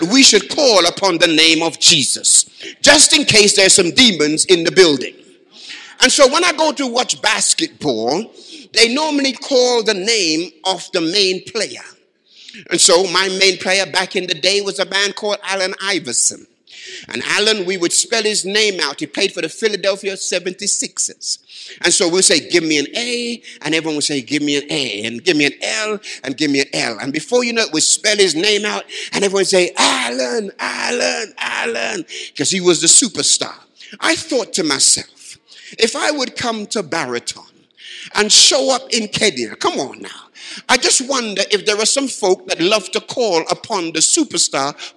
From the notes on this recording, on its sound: Live from Baraton University Church 2018.